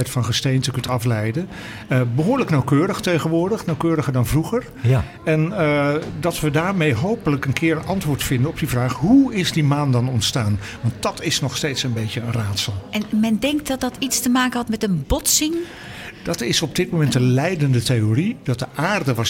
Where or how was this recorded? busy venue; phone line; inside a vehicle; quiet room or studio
busy venue